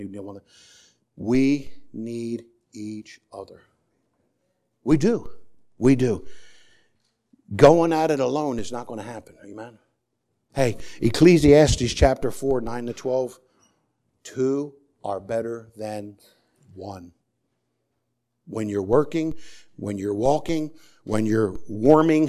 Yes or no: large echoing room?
yes